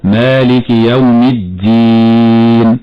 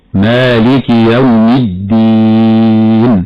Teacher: الهمس في اللغة العربية معناه الخفاء، وعرفه علماء التجويد بأنه جريان النفس عند النطق بالحرف، والدال هنا ليست من حروف الهمس، لأن حروف الهمس جمعها الإمام ابن الجزري في قوله مهموسها فحسه شخص سكت. إذن فالدال ليست من حروف الهمس بل من حروف الجهر · Shown in: second take · فمن الخطأ أن نهمس الدال هكذا مالك يوم الدين. · إذن فالنطق الصحيح مالك يوم الدين هكذا دون جريان النفس مع الدال